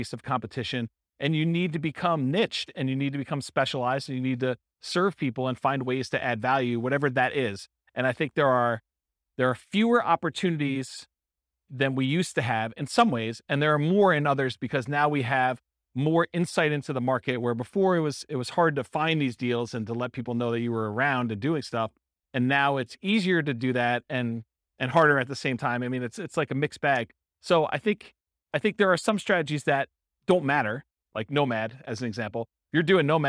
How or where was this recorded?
live audience